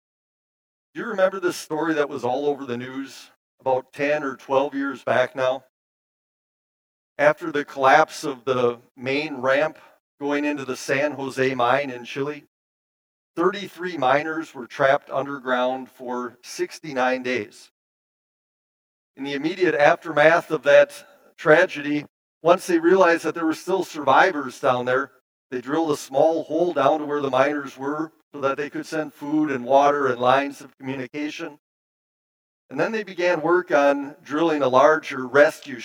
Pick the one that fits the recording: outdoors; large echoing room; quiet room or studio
large echoing room